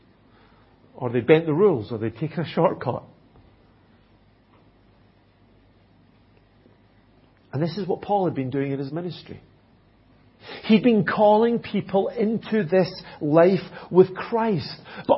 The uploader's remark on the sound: at Enniscorthy Christian Fellowship, Enniscorthy, County Wexford, Ireland